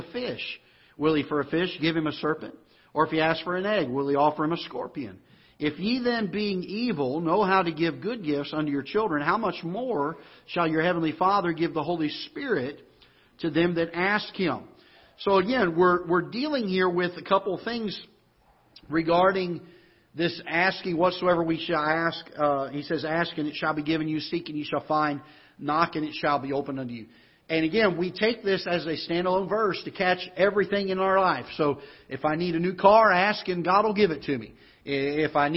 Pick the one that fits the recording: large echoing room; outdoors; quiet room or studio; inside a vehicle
large echoing room